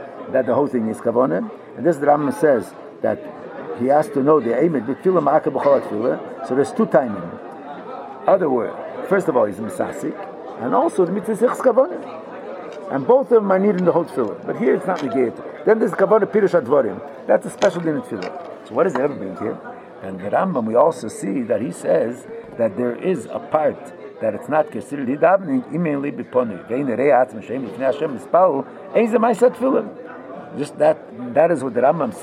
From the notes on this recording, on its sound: Live Shiur